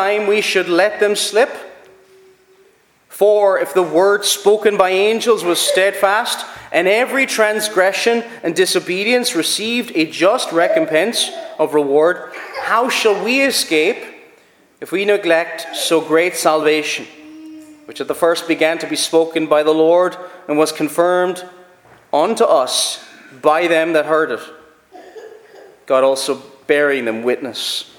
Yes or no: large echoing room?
yes